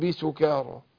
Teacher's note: وطبعا انا بخفي الميم عند الباء بس مع الغنة حركتين · Term: اخفاء شفوي